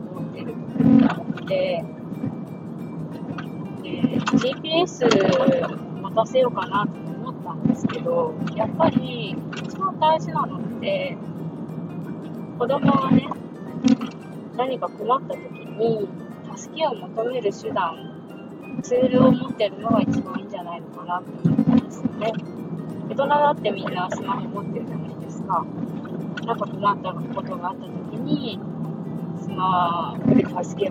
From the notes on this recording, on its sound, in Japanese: ワイヤレスイヤホンで録音しているのでノイズがはいっています